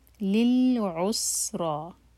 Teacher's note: للعسرا عین کو حلق سے اور جب سین پر پہنچیں تو ہوٹ گول نہ رہیں فلیٹ ہو جائیں. عسرا را ہیوی اور دو حرکہ لمبا.